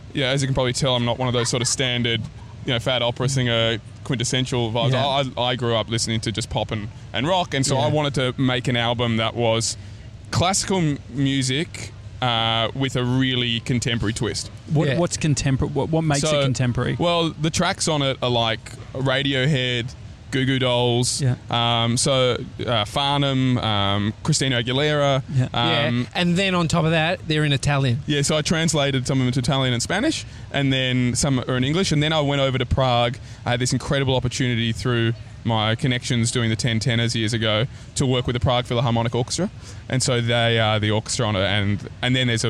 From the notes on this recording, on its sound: a chat on a park bench in New York City's famous Washington Square Park